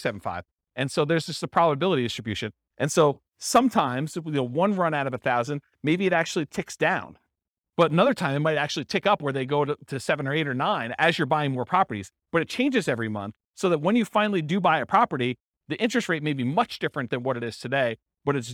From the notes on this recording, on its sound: This was a live class recorded